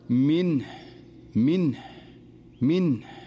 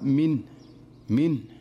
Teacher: فإذا وقف عليها القارئ أن يقول منه منه منه بهذه الطريقة، يسكن النون ولا يهمل إظهار الهاء لأن الهاء حرف ضعيف · Shown in: first take